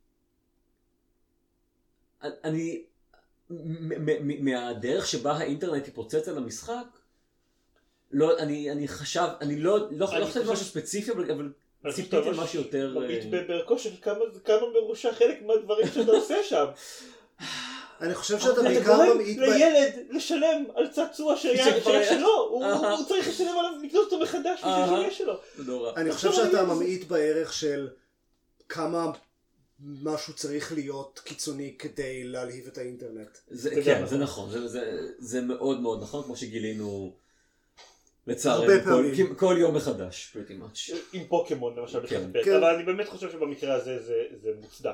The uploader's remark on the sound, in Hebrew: אה, ומכיוון שכולם כבר היו באותו המקום, אז הקלטנו פרק לא-ערוך עם איכות סאונד מעפנה.